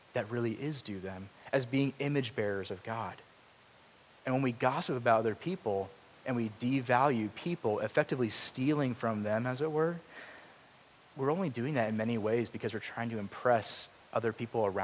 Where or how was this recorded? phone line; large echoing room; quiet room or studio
large echoing room